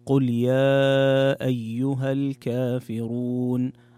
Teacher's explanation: في هذه الآيات تكرر معنا حكم المد المنفصل، وتكلمنا عنه في السابق أن المد المنفصل يمد بمقدار حركتين بقصر المنفصل أو بالتوسط أو المد الطويل اللي هو 4 أو 5 حركات.